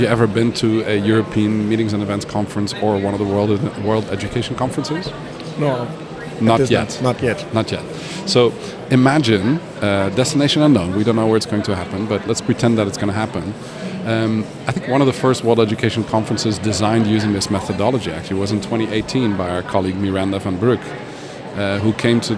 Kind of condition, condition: setting, busy venue